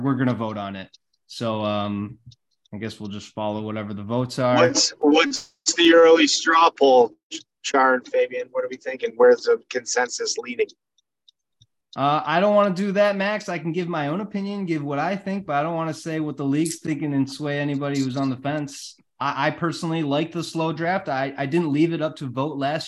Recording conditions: video call